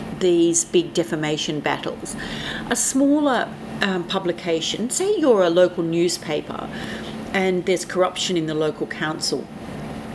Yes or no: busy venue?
yes